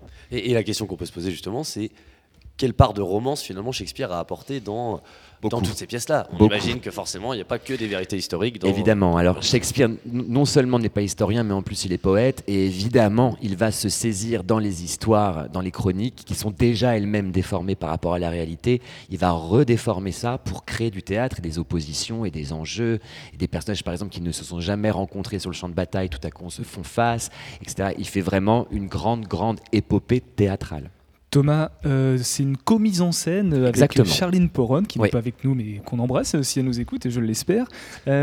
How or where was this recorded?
busy venue